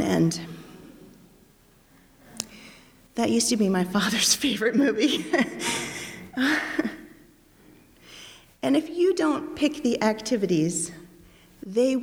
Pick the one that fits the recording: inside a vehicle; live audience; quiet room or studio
live audience